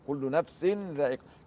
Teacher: كأن بعد السين نون، هذه النون هي مبدلة من هذا التنوين